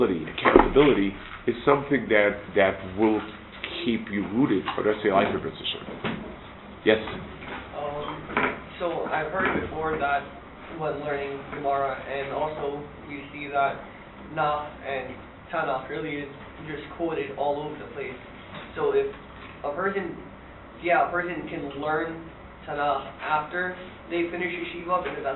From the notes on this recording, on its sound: Delivered at Derech #Israel Trip 2023